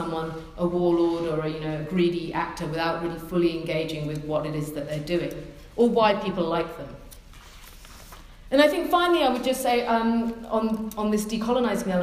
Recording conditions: live audience